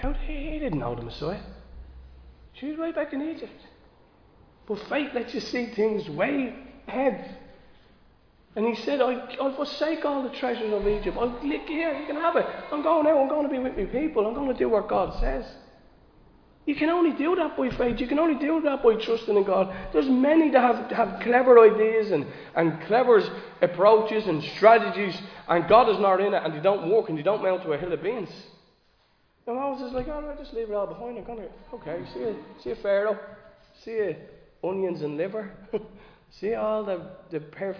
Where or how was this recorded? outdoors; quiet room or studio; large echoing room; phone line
large echoing room